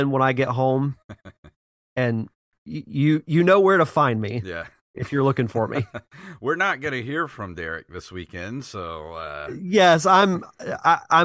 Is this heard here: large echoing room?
no